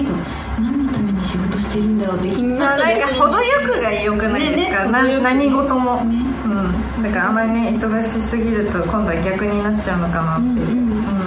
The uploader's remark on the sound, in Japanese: 番組初の公開収録です